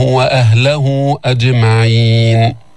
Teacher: نحن تعودنا أن نمد المد المنفصل أربع حركات، فالمد مد الصلة يلحق بالمد المنفصل، فلذلك هنا عندنا مد صلة كبرى فنمده أربع حركات